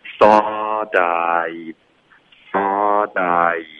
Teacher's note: 多注意舌头的动作，应该是舌尖顶上去发这个 L 的音。 I really Ireally，大家应该可以听见对吧？然后这个时候注意不要动嘴唇。OK，L 的音是不嘟嘴的。I reallythought， thought 跟 I'd 我们要连读。OK，thoughtI'd， thoughtI'd，然后 I'd 结尾的的呢，我们就省略了，导致一个干脆的停顿。